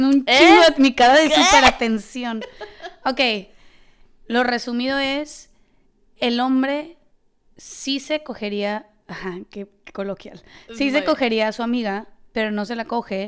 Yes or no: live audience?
no